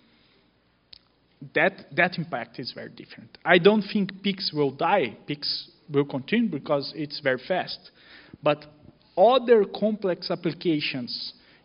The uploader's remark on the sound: Onsite at Digital Finance Brazil. This episode was recorded live during a fireside chat. At the Digital Finance Brazil event. At the University of São Paulo.